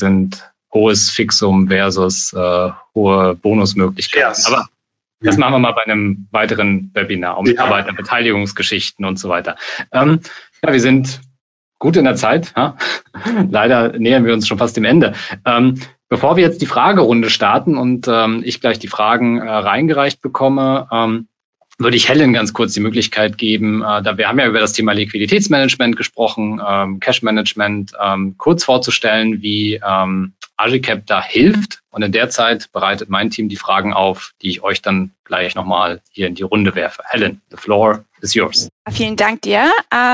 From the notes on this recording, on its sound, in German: Diese Podcast-Folge ist ein Mitschnitt unseres Webinars auf unserer Plattform.